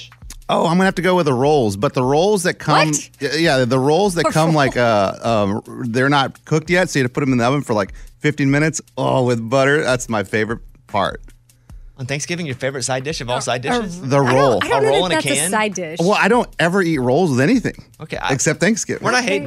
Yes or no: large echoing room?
no